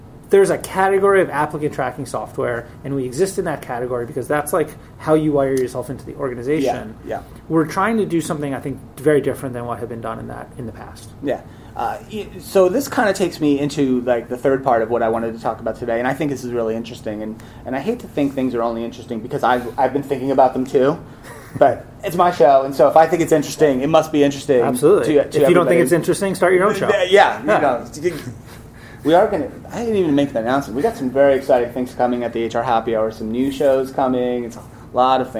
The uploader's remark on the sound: Recorded live in San Francisco on site at Greenhouse Open, the customer event for recruiting technology provider Greenhouse.